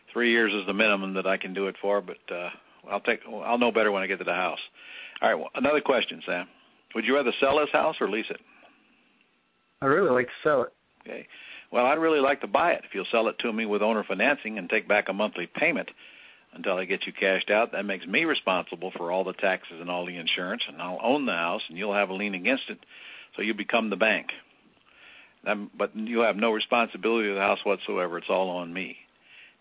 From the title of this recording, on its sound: Q&A Call